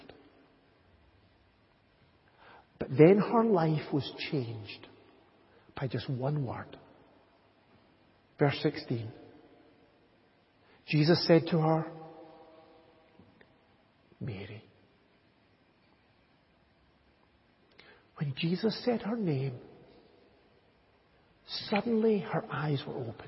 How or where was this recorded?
large echoing room